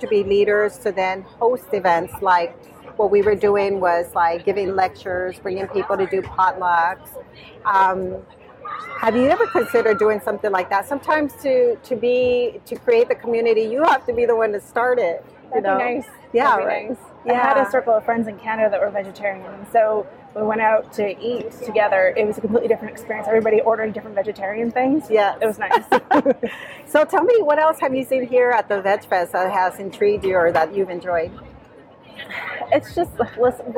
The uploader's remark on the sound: Live Interviews At The Tulsa VegFest. This was a one-day event where she had a booth, did giveaways, spoke to the public, and conducted short interviews.